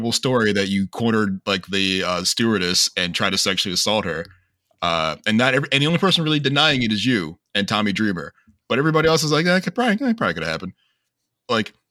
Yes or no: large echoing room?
no